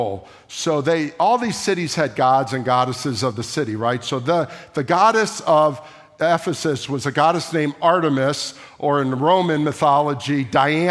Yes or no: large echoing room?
yes